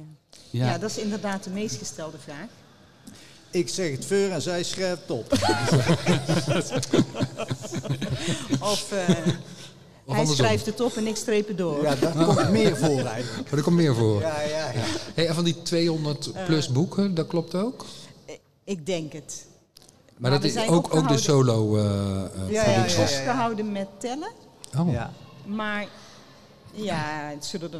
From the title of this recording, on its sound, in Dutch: Live in de LocHal